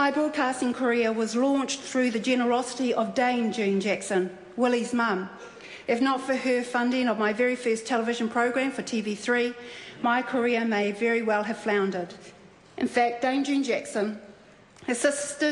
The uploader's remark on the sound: Delivered her maiden speech in Parliament.